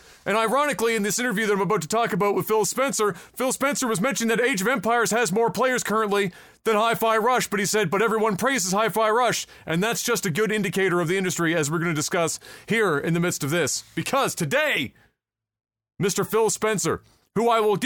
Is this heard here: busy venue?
no